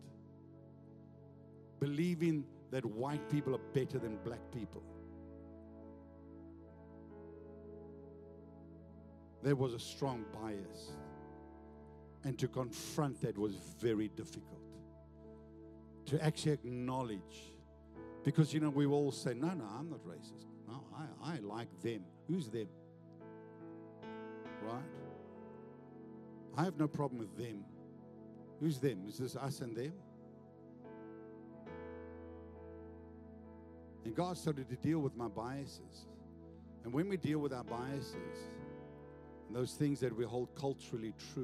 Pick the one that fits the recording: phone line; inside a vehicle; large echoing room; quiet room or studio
large echoing room